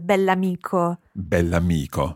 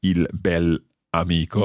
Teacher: it's very important to pronounce the adjective and the noun as one word · Shown in: first take